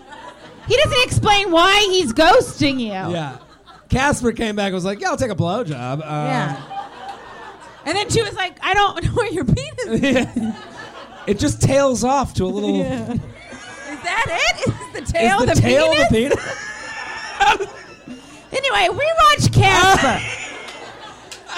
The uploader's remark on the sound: LIVE From Zanies In Chicago